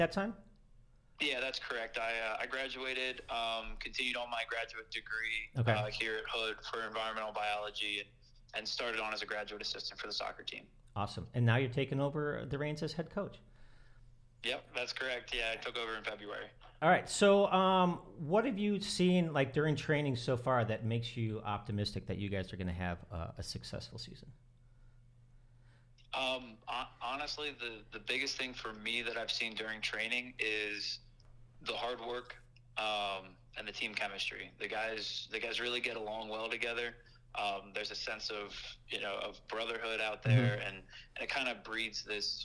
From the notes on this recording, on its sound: special phone interview